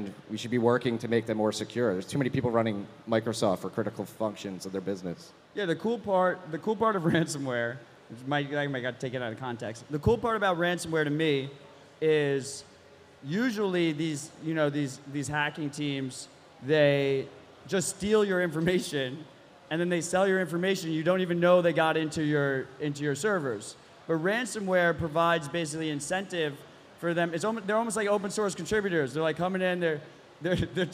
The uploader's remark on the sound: LIVE IN MIAMI